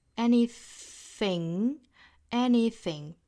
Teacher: 后面的 th 舌头伸出来去跟上排牙齿去摩擦